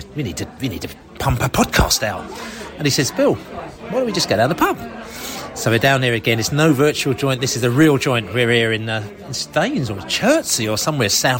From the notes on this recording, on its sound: Podcast from the Pub. Hooked up in a lovely boozer in Chertsey to shoot the breeze.